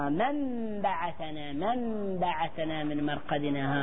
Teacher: تقلب النون ميما مع الباء · Term: القلب